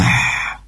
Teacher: haknya diperjelas dari tenggorokan bagian tengah. Tentunya memiliki sifat hames yang mengharuskan kita untuk mengalirkan nafas atau udara.